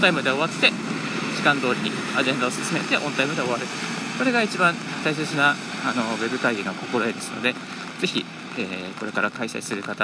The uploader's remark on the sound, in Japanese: 歩きながらラジオ配信